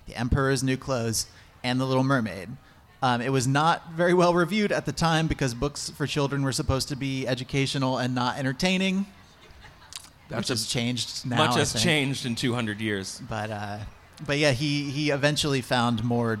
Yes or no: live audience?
yes